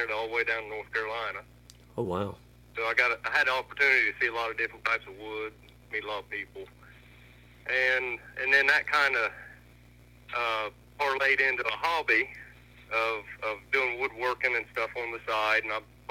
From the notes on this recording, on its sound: burnt the phones lines to Southern Ohio